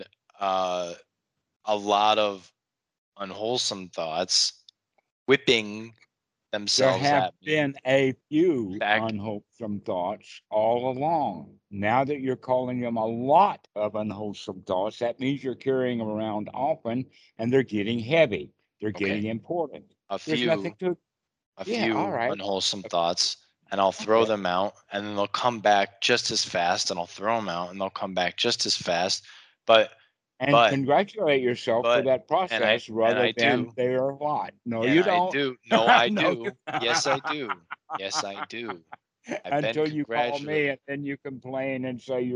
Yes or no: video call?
yes